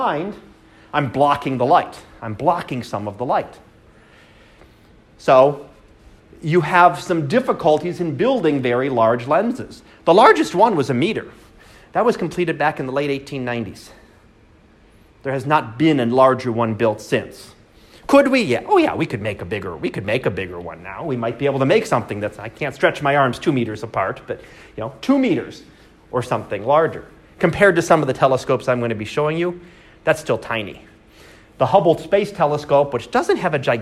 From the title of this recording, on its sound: Live Class Lecture